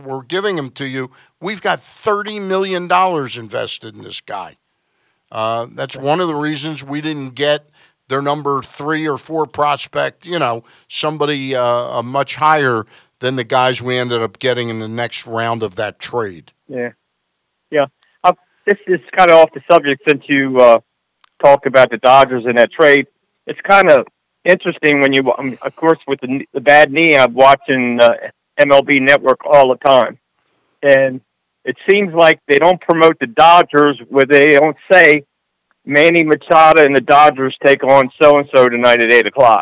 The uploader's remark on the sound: we get on the phone